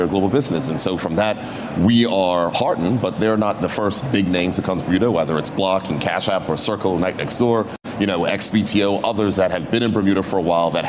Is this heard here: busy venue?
yes